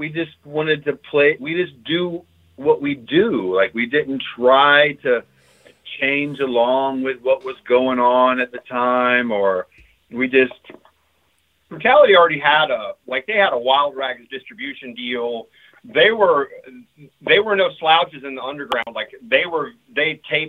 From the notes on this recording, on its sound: call into the hole!